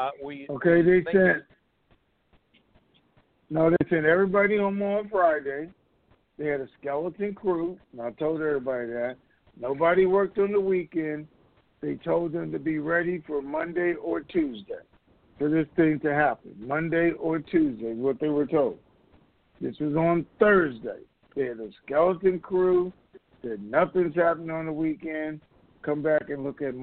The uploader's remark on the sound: TNTSuperfantastic Conference Call